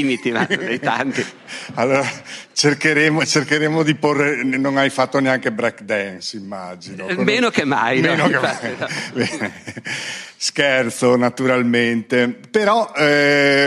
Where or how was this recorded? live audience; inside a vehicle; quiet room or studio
live audience